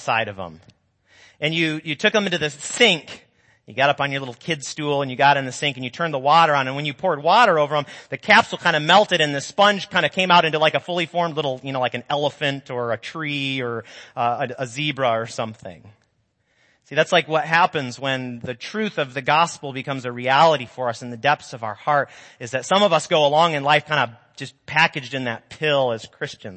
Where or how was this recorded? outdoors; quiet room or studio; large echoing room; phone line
large echoing room